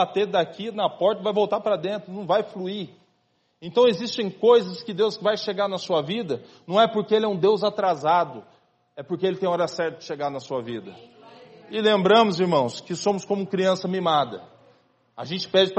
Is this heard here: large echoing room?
yes